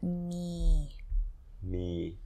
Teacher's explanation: this word me should be said with a mid-tone because if you say me, it means bear.